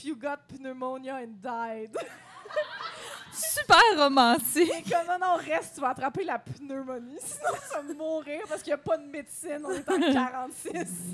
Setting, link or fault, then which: setting, live audience